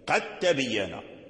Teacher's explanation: والدال والتاء يخرجان من مخرج واحد، فالإدغام هنا واجب، إدغام الدال الساكنة في التاء واجب